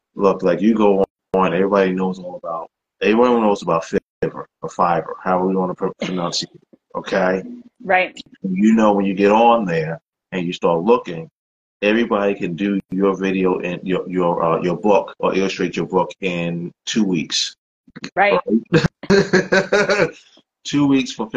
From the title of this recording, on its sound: Instagram Live Interview